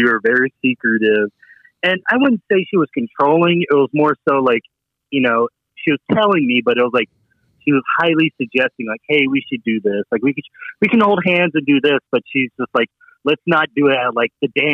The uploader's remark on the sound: Todays Episode featured our first ever call in guest